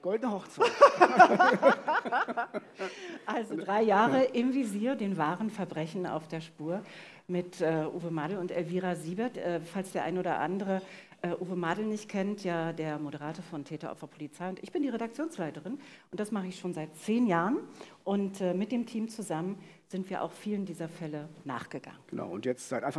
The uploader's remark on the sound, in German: Im Visier live in Frankfurt (Oder)